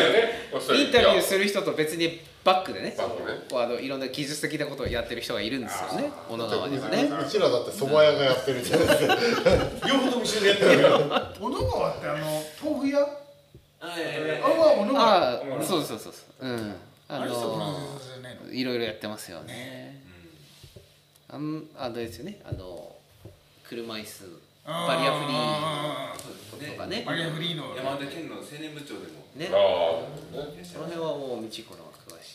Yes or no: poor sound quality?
yes